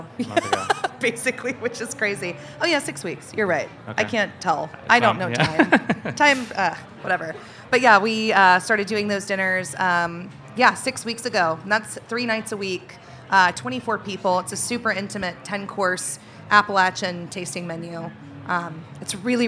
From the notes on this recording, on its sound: We sat down to chat in special live episode of Opening Soon.